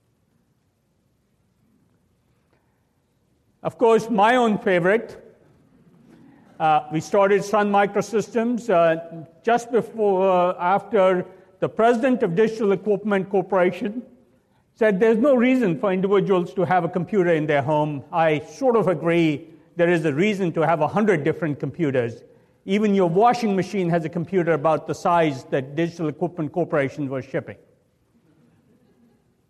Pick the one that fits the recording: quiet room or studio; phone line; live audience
live audience